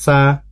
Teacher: huruf sin tadi hampir sama dengan huruf zai, adanya di ujung lidah yang sejajar dengan ujung gigi bagian bawah